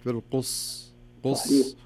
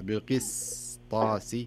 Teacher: السين جاية بين حرفين كلها حرف استعلاء، بين القاف والطاء، فيصبح هناك شيء من الثقل في نطق السين · Shown in: first take · بحيث أنها تتأثر فتصبح بالقص قص، والصحيح بالقس تنطق السين، بحيث أنك يعني يسمونها إتمام الحركات أو إتمام الحروف بصفاتها ومخارجها، بالقسطاسي، ما أقول بالقص، لا بالقس طاسي.